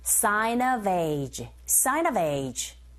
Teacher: 자, sign of age 발음하실 때 들리는 소리가 sign of age 이렇게 들리죠. sign의 은 소리가 자음, of의 어 모음, 연음현상 sign of. V, 철자는 F지만 소리는 V 사운드로 들리기 때문에 자음이에요.